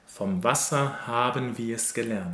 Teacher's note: So Wasser, because of the two S's, yeah, is a short syllable, but everything else feels rather long.